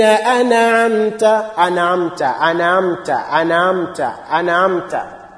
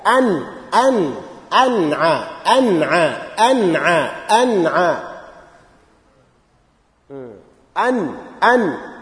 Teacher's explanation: After alif, there is noon with jazm, sakin. Now, a very common mistake is to make that noon sound like there is zabar, there is fatha on top · Shown in: first take · To read, anamta, anamta.